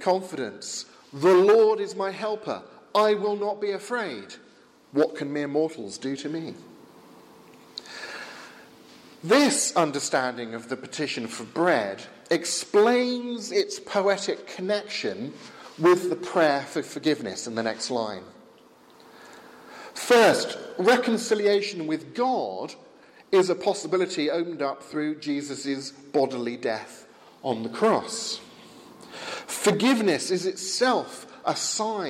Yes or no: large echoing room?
yes